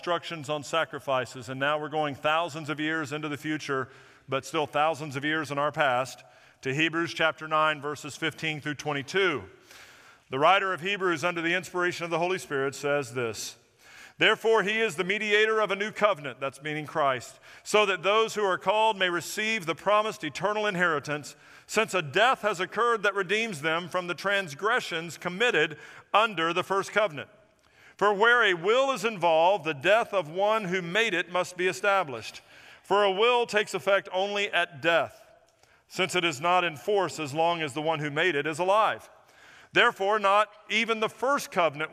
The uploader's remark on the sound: Recorded at First Baptist Church of Orange Park on August 20, 2023.